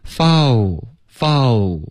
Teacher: 然后用一个嗷嗷嗷的这个音代替这个 L 的音 · Term: 中式口音